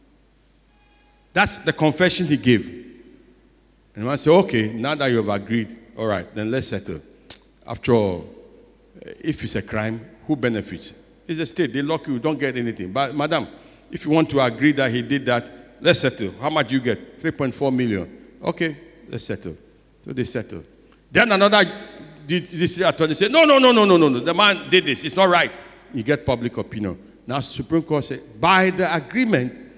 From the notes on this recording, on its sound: Sermon preached at CBC Shiashie Campus on July 11, 2021